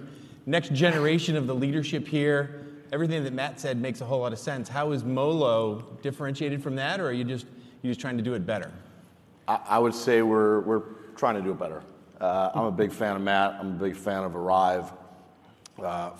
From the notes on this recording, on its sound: lively session from FreightWaves LIVE: Chicago